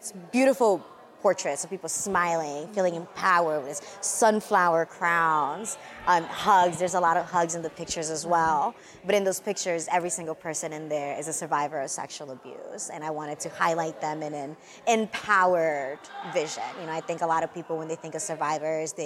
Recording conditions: busy venue